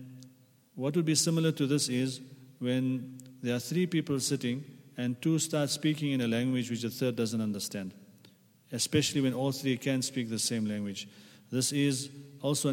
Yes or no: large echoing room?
yes